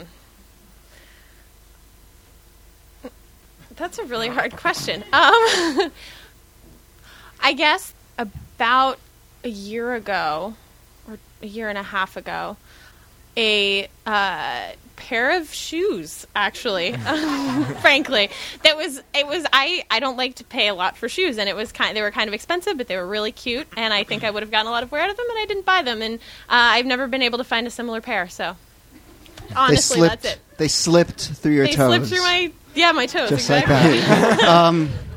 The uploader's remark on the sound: Ask Roulette is a conversation series in which strangers ask each other questions on stage. This excerpt is from our April show at Politics and Prose bookstore in DC.